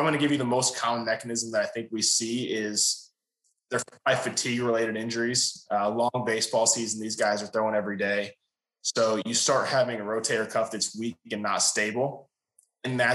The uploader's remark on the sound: Podcast was recorded over Zoom, and the audio quality differs from that of the introduction.